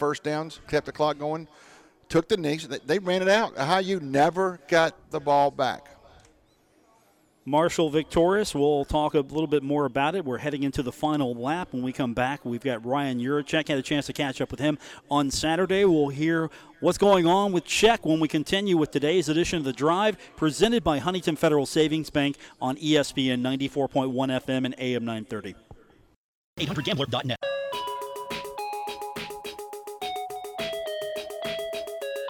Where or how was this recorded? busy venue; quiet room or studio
busy venue